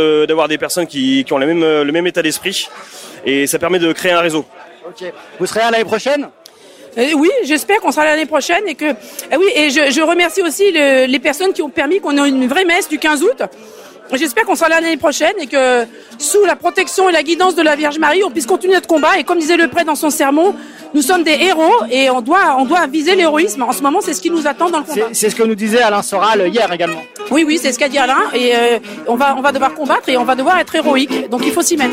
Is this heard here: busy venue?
yes